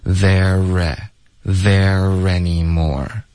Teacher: there 跟 any 要连读,there any,有一个 r 的音连读到 any 的 a